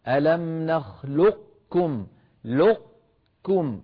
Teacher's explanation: نطبق المخرج على قاف ساكنة غير مقلقلة · Term: الإدغام الناقص